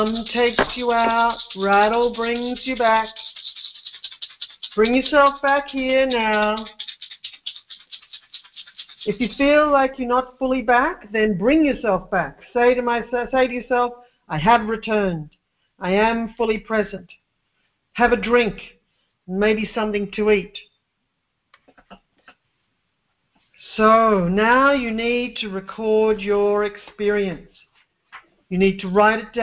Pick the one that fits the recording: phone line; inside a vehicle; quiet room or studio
phone line